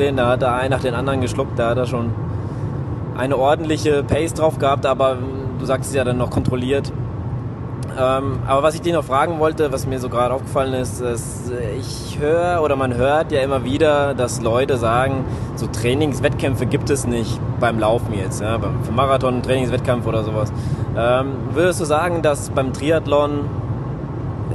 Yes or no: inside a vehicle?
yes